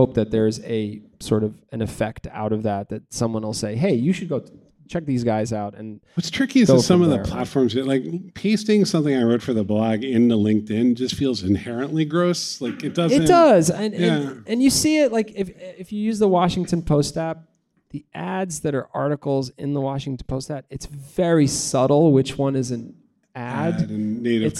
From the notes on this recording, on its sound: Sit down with a live studio audience to discuss funnels.